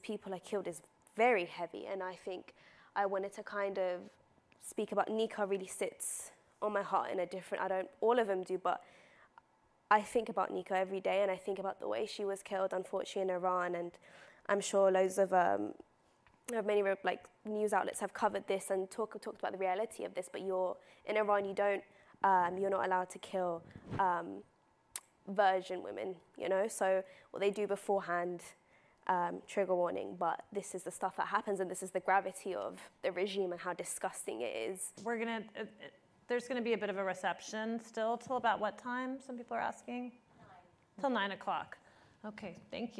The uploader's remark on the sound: At Zócalo Public Square. Live from ASU California Center at the historic Herald Examiner Building.